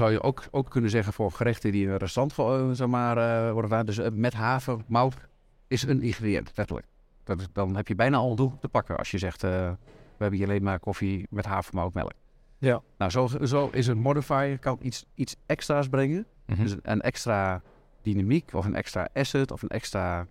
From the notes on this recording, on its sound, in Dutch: Live-uitzending vanuit Merckt aan de Grote Markt in Groningen.